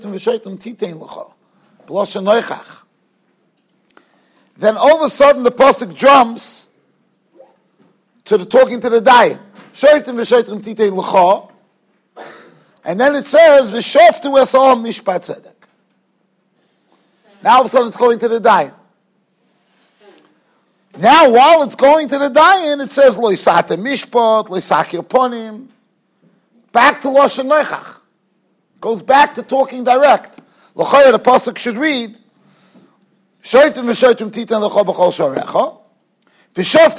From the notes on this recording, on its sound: Shiur recorded in Yeshivas Ohr Reuven, Monsey, NY.